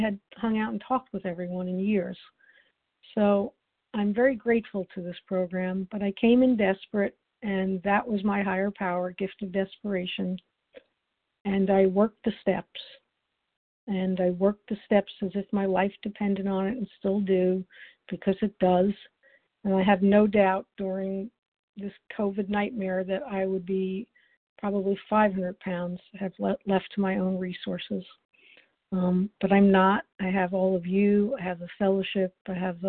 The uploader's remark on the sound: The 100 Pounders Phone Meeting.